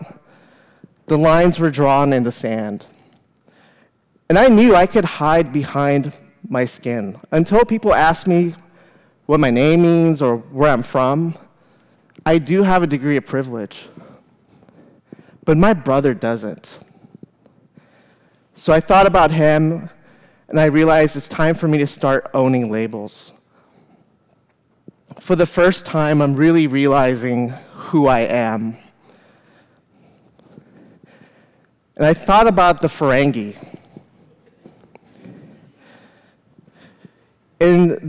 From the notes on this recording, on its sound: live at The Fremont Theater in Portland, Oregon